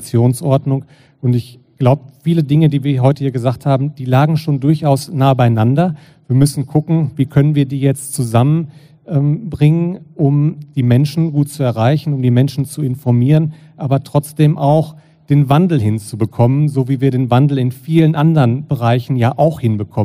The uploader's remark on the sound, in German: Sie wurde live auf dem KGSt-FORUM in Hamburg aufgenommen.